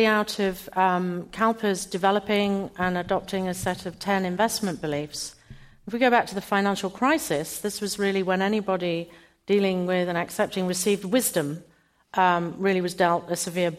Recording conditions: live audience